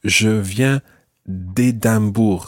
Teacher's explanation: What happens is that you drop the E of de